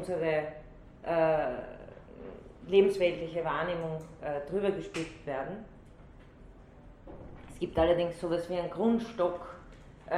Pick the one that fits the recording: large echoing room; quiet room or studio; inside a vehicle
large echoing room